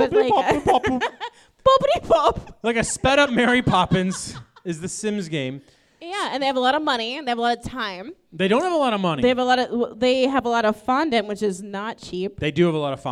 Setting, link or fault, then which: setting, live audience